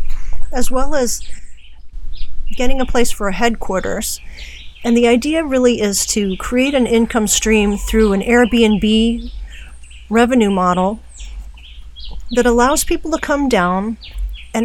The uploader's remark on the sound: More from the island today (recorded from a cabin in the rainforest of Naguabo, Puerto Rico).